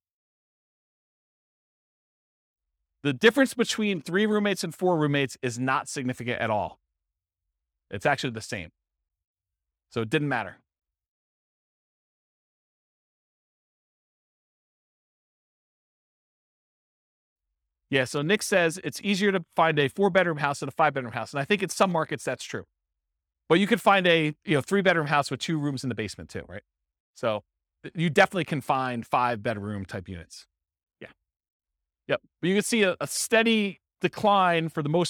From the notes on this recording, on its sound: This was a live class recorded.